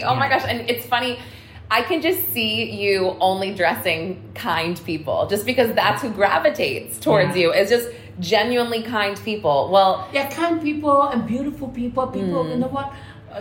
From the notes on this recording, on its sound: Live at his Manhattan Showroom. Interview was live in the showroom, so audio echoes slightly.